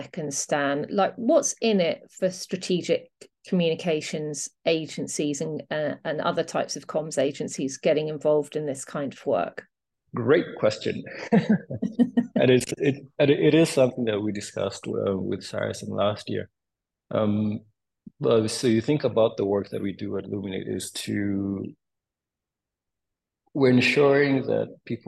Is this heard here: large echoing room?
no